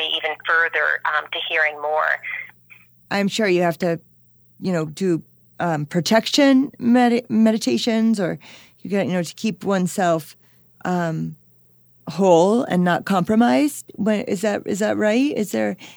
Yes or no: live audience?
no